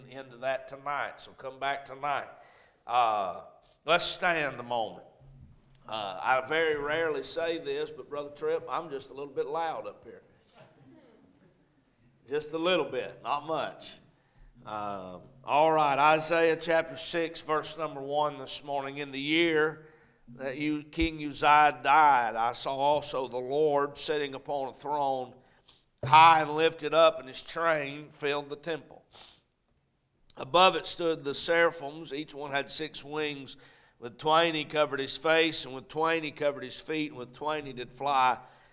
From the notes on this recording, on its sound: A message preached at Crossroads Baptist Church